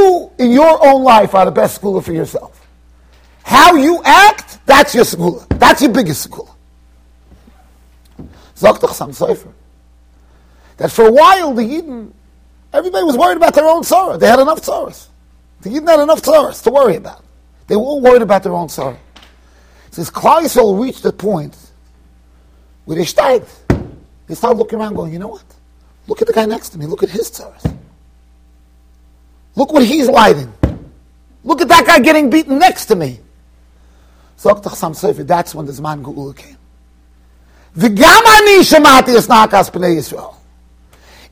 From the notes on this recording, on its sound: Shiur recorded in Yeshivas Ohr Reuven, Monsey NY.